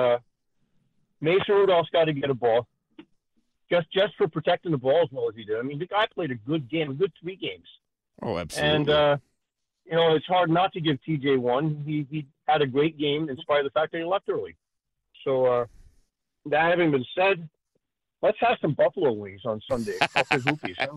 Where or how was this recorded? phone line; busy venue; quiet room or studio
phone line